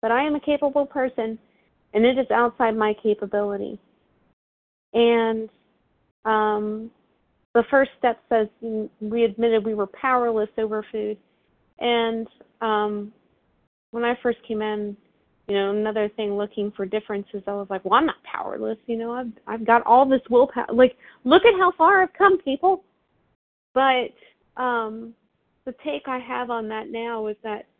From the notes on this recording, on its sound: From the 100 Pounders Phone Meeting.